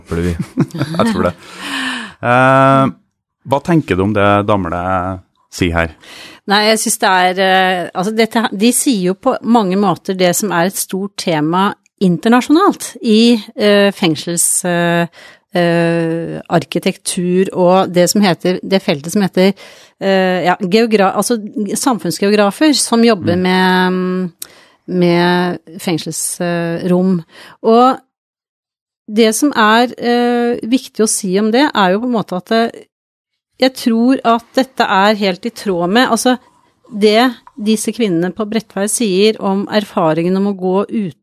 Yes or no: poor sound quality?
no